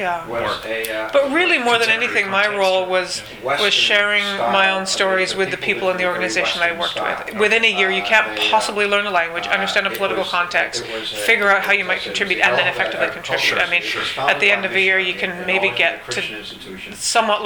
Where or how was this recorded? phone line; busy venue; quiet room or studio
busy venue